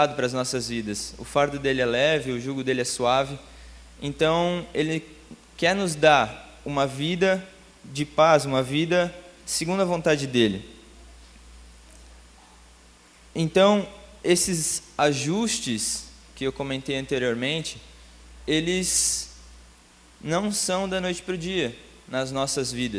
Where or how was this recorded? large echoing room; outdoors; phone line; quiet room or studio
large echoing room